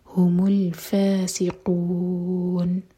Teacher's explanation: فاسقون میں سین پر سیٹی والی آواز